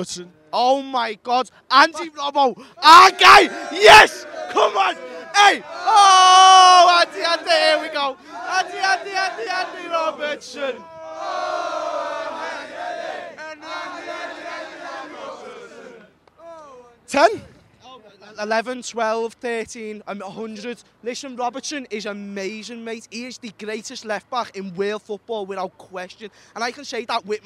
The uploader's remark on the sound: Join us outside Anfield